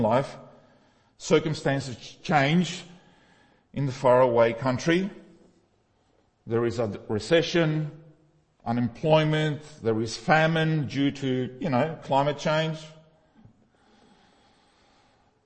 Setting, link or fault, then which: setting, large echoing room